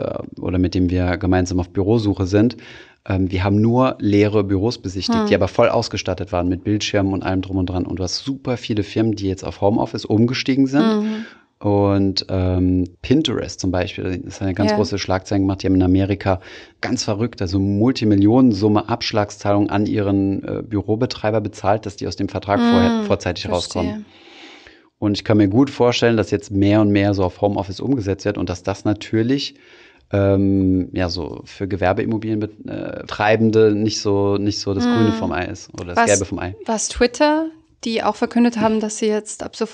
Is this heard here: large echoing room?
no